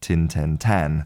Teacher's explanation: the vowel in the number 10 can move more towards an A, and it can sound more like tan